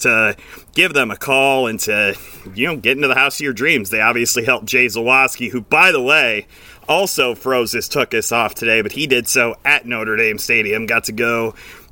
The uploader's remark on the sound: taking this postgame show outside!